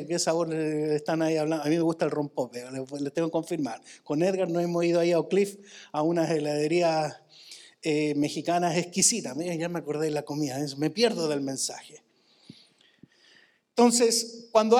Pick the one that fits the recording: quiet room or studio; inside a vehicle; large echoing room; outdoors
large echoing room